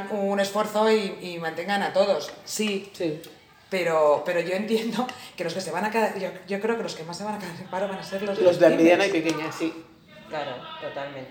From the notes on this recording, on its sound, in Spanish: Este episodio se grabó en una "especie de nave", de ahí el sonido con un poco de eco. Lo hemos intentado mejor todo lo posible.